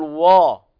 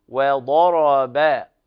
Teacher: ننتبه إلى ترقيق الواو قبل الضاد · Shown in: second take